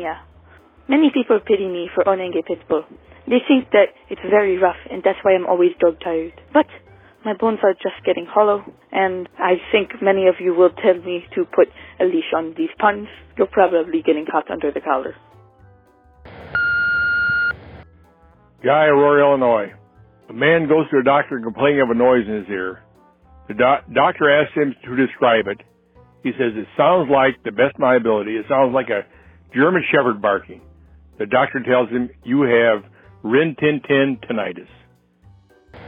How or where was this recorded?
phone line